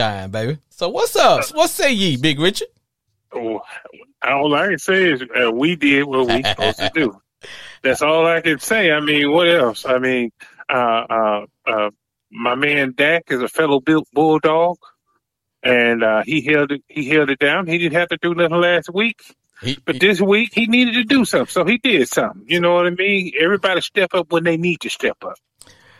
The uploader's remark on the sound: Is a one hour live streaming Sports Entertainment Podcast where callers get up to 2 minutes to blow off steam.